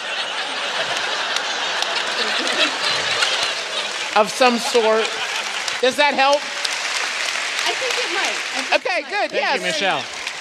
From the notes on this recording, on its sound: our live show in gorgeous Columbus, Ohio from our most recent tour